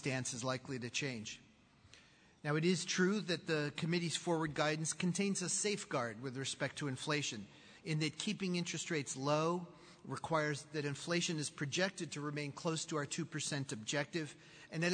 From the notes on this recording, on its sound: speaks at the Charlotte Chamber of Commerce's Annual Economic Outlook Conference